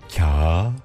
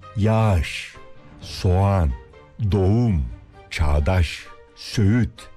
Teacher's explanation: yumuşak G'yi söylemeyip ondan önceki ünlüyü bir değer uzatıyoruz